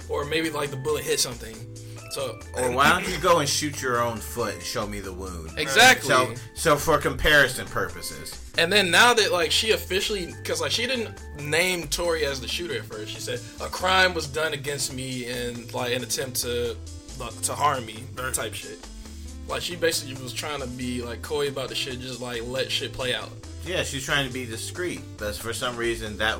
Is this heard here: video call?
no